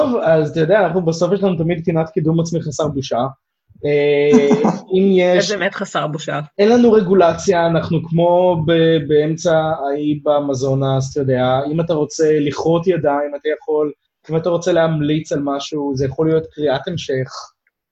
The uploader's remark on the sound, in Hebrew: הרמת הקלטה דרך זום